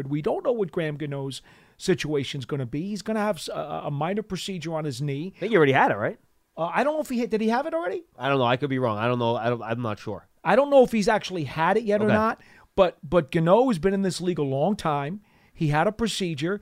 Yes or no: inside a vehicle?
no